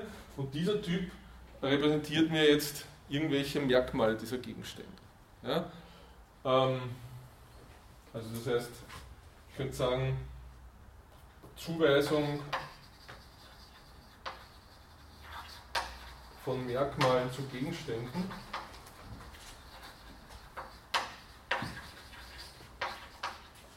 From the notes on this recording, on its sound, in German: Diese Vorlesung wurde von Studierenden aufgenommen